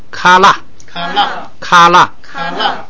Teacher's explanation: 本来是拉是升，后边不许升，它只好变平调